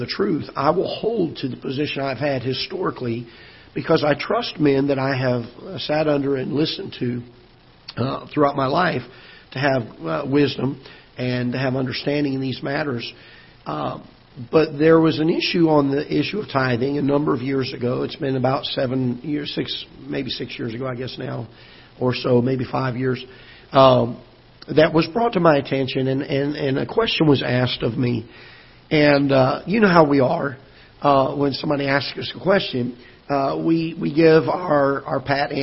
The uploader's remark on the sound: Ketha Heights Baptist Church ~ Live Broadcast